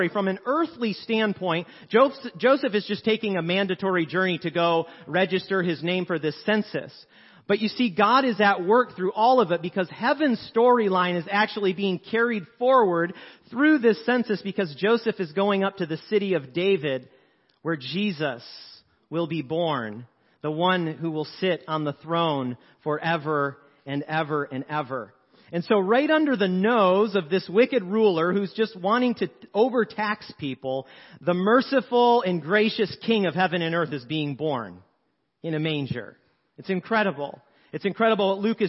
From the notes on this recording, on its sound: 7PM Service. Sermons preached at Church of the Good Shepherd, Maitland, Florida.